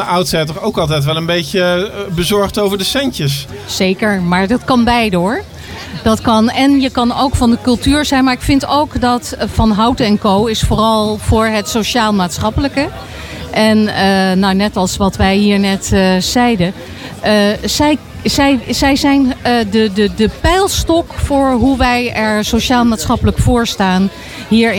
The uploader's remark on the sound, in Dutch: Live vanaf de activiteitenmarkt in Houten